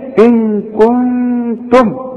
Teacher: ان كنتم، ان ساكنه بعدها كاف، برضو الكاف دي من حروف الاخفاء هناخدها، ونون برضو بعدها ت، ان كنتم. يبقى عندي غنه بمقدار حركتين